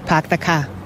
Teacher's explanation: It's all one word. There's no break.